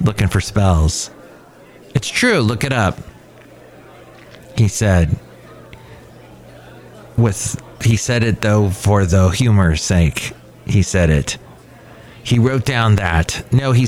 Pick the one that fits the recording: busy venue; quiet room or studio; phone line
busy venue